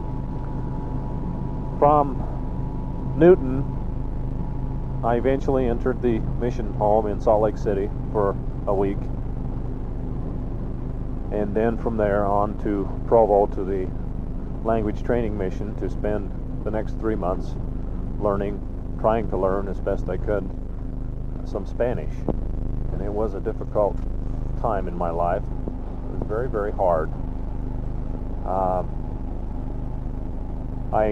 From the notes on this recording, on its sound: Driving to work. Poor audio quality.